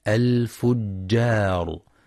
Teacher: وينتبه لترقيق الجيم والألف في كلمة الفجار، فلا يقرأ الفجار